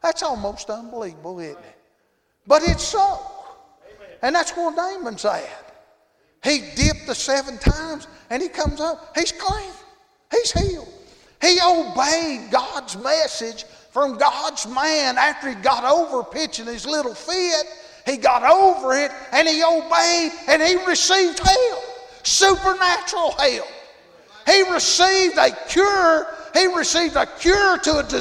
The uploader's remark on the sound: Thursday Evening service at Calvary Baptist